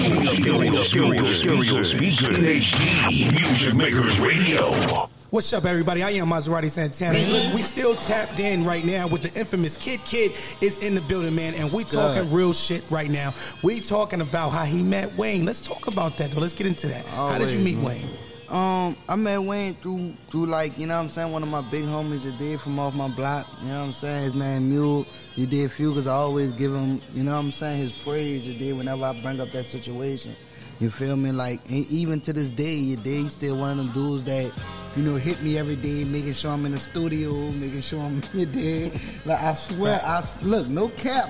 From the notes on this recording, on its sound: live from (The Black Jewels 8Ball Lounge) in Fayetteville NC.